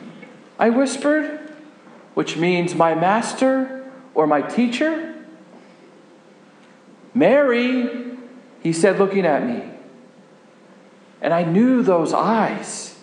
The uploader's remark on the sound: This sermon was preached at Faith Lutheran Church Gardner, MA.